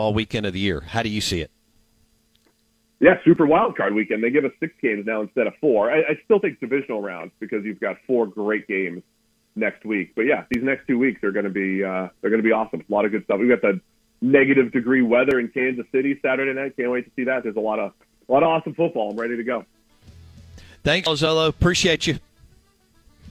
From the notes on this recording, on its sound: Joins the show on the Farm Bureau guest line talking about all of the NFL craziness live in the BankPlus Studio.